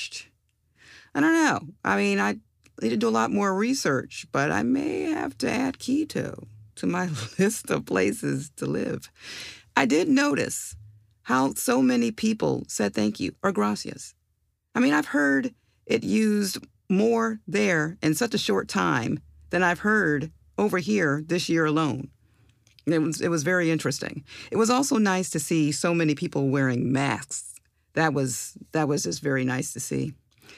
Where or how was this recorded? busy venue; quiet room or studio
quiet room or studio